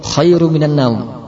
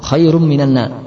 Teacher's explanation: Pertama adalah menghilangkan gunnah sehingga menjadi khairum minan naum.